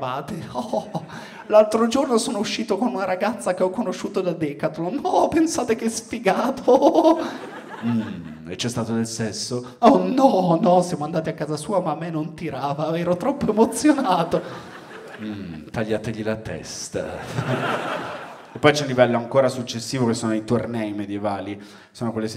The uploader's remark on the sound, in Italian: Registrato a Firenze al Teatro Puccini.